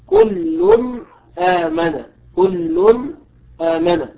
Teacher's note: لابد من إظهار التنوين. لماذا؟ لوقوع الهمزة بعده، والهمزة من حروف الإظهار